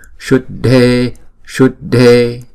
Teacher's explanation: Chữ Shud là một nhịp, Dhe là hai nhịp.